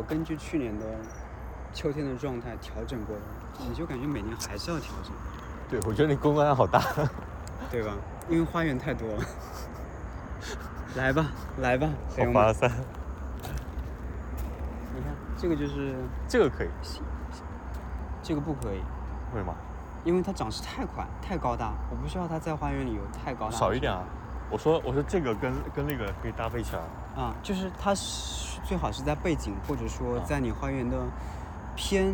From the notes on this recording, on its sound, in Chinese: 线下干活和散步时的收音闲聊。又一次在花园里一起散步。